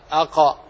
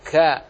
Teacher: فتخرج القاف من مخرجها أقا، والكاف أسفل منه كا، لا تجعل القاف كافا والقاف كافا.